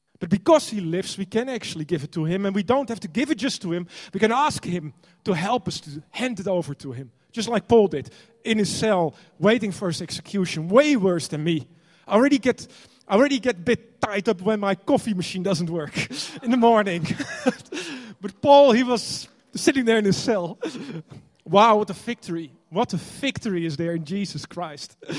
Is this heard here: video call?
no